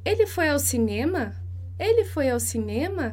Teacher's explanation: Essa curva vai subir lá para cima, né? A curva da entonação.